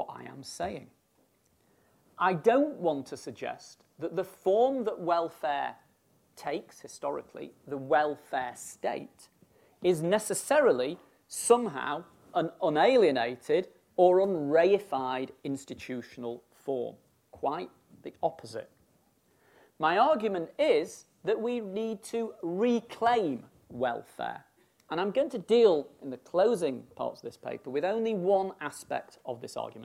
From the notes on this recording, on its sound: Birkbeck Inaugural Lecture